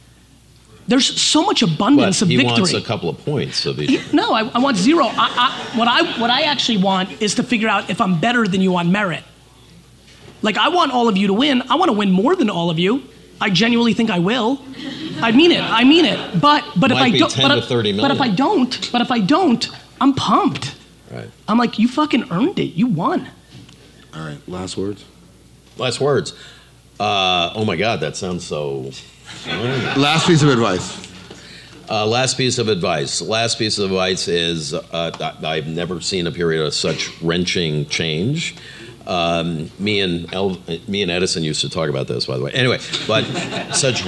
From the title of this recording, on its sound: A Fireside Chat At SXSW